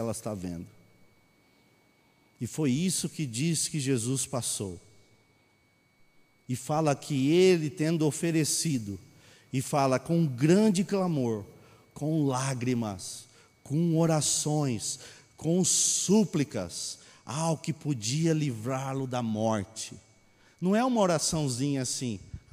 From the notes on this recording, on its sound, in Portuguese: Mensagem gravada na Bíblica de Botucatu